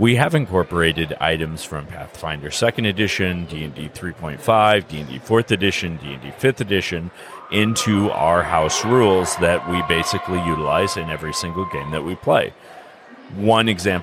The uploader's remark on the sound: A special broadcast from Gem State Comic-Con in Boise, ID. Recorded live during the convention.